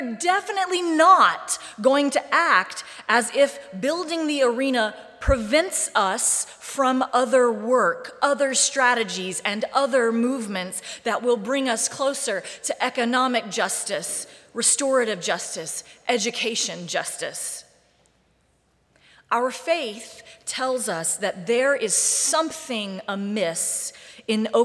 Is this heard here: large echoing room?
yes